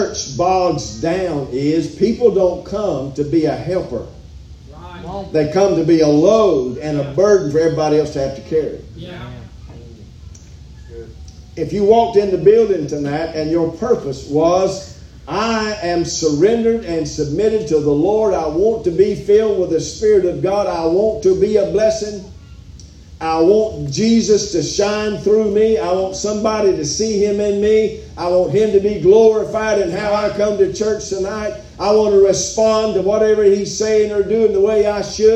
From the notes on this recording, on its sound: Live from Still Water Baptist Church.